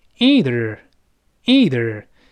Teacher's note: 前面的 I 变成 e，这个长音 · Term: 美式